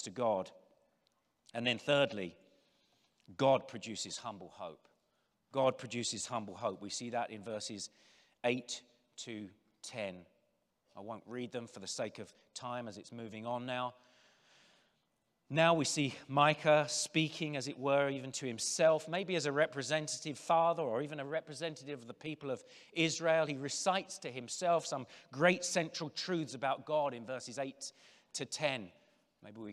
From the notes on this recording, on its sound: General Session IV from the 2023 Shepherds 360 Conference